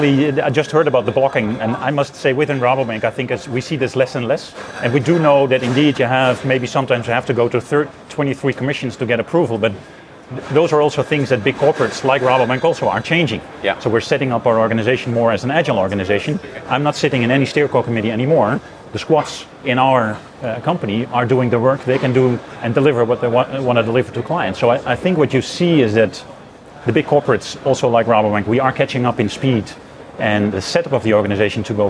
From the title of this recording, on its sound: Live from Money20/20